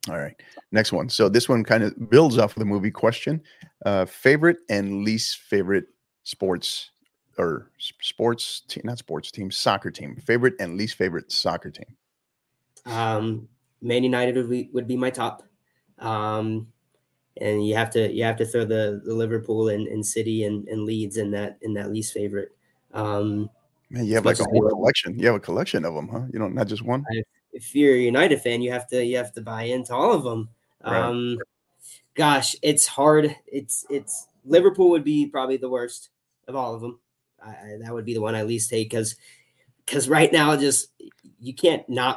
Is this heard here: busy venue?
no